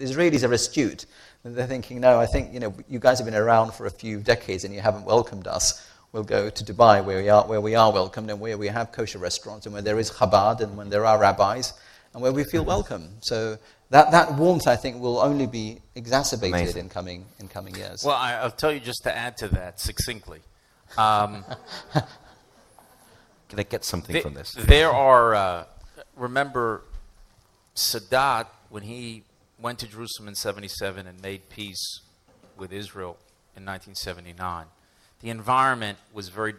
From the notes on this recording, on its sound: Addressed a live audience for StandWithUs UK, which I hosted in Central London.